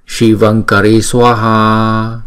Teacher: Anuswara này chúng ta phải chuyển thành chữ ng, bởi vì chữ kế tiếp là chữ k